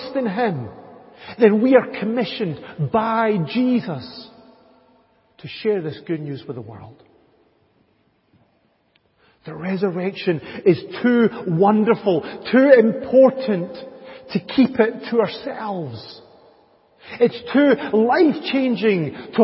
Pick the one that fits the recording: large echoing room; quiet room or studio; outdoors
large echoing room